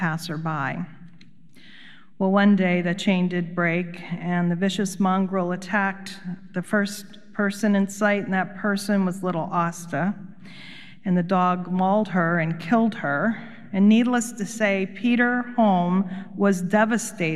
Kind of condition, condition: setting, large echoing room